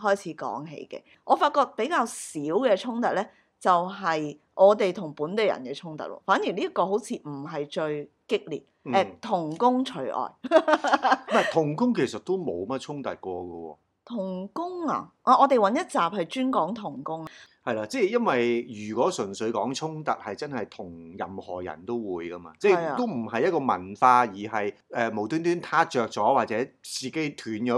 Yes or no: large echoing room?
no